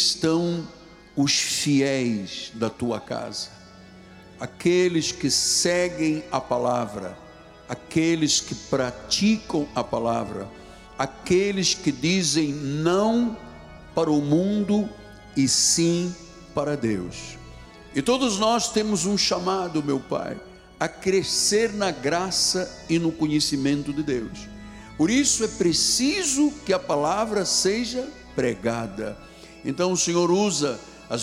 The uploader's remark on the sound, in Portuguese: Culto gravado na Igreja Evangélica Cristo Vive.